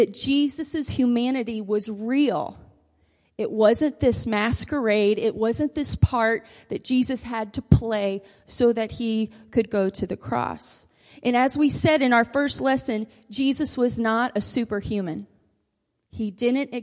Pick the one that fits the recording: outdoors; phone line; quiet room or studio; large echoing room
large echoing room